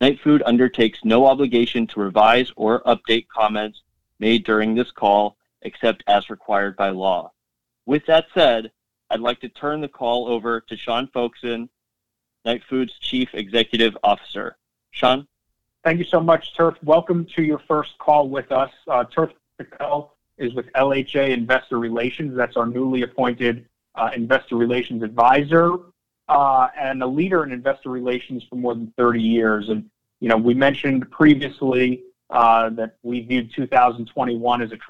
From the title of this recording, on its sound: Nightfood Investor Conference Call for May, 26th 2021 (NGTF)